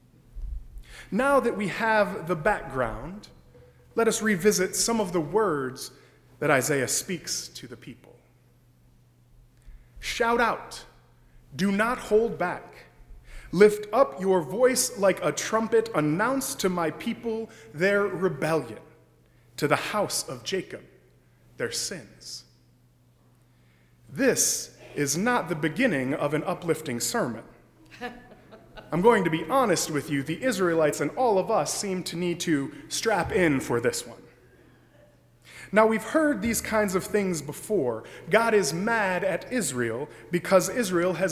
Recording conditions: large echoing room